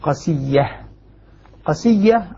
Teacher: في الشطر الأول يقول: مع القصر شدد ياء قاسية شفا، حمزة والكسائي المرموز لهم بالشين من شفا يقرؤون قسية، قسية على وزن مطية بتشديد الياء قصيدة والقصر. القصر المقصود به دائما هنا عدم المد بالكلية اللي هو حذف الألف